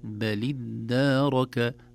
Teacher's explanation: والدال مشددة ممدودة بالألف القصيرة التي بعدها